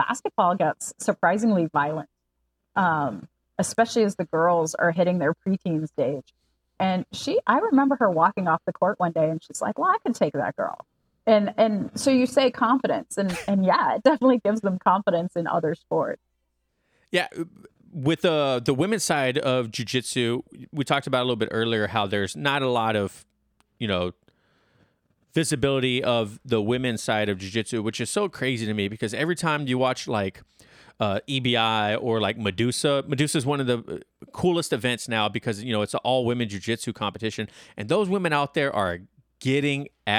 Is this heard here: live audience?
no